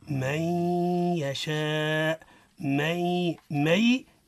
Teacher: إدغام بغنى في يومنو. النون عند الياء حكمها الإدغام بغنى